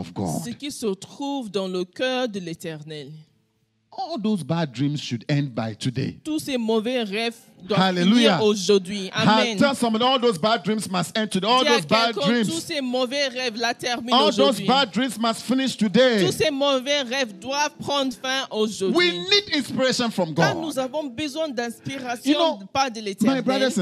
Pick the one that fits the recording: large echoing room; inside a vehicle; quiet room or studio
large echoing room